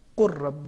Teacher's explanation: یعنی ہم لام کو تلفظ نہیں کریں گے، اس کے جگہ پر حرف را کو تشدید کے ساتھ ادا کریں گے · Term: ادغام